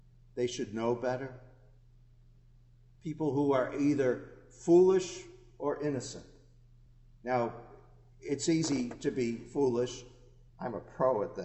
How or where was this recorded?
large echoing room